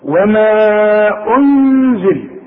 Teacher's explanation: ضم الهمزة ورجع شفايفك علشان تديني الغنة مرققة